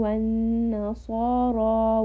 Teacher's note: In the word والنصارى، صاد is a permanently heavy letter, and we have the letter ra. Ra in this case is heavy.